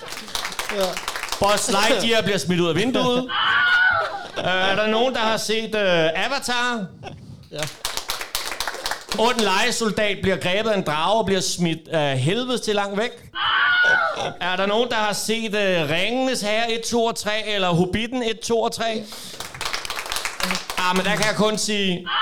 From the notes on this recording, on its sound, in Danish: fortæller den LIVE på sin hjemmebane i Helsingør, Toldkammeret